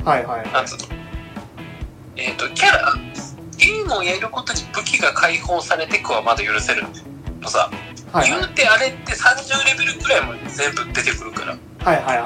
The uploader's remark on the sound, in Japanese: 録音機材：iPhone7